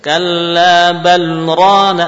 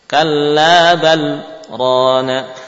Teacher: Kalau dibaca seperti ini misalkan, kalla barrana enggak mungkin. Maka dikasih jeda, saktah namanya. · Shown in: second take